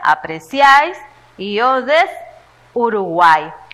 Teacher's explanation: Tres vocales en una sola sílaba. · Term: Triptongo